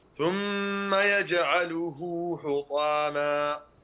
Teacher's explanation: يجعله حطاما وعندك هنا صلة مد الصلة في الهاء هنا تمد مقدار حركتين